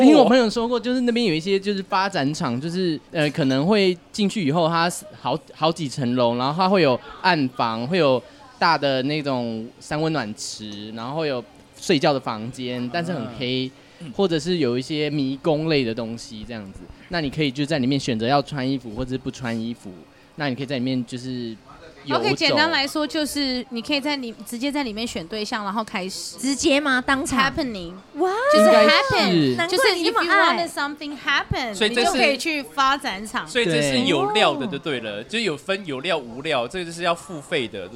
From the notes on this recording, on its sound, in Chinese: 這集我們把錄音棚直接搬到居酒屋